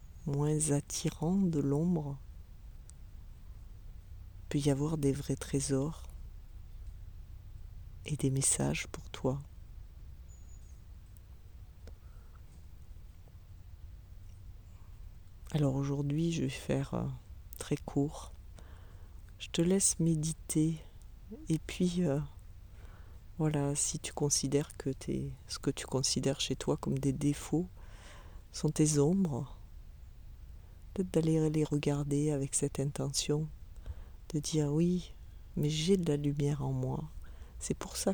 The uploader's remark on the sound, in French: un épisode un peu spécial, ***sans montage***, donc sans musique et peut-être avec des bruits parasites